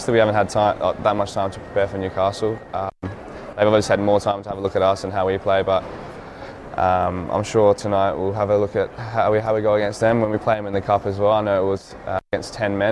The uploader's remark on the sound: Hyundai A-League 2019/20 Round 3 - Press Conference